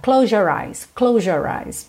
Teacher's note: quando você junta close your, close your, às vezes esse S fica quase um J.